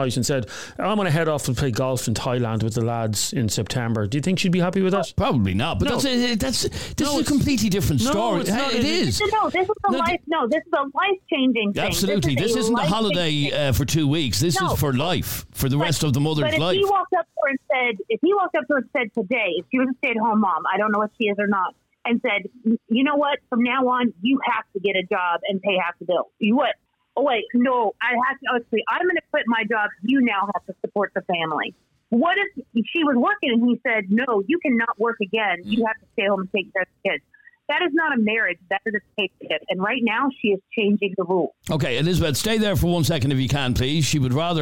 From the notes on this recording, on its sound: Man Phones.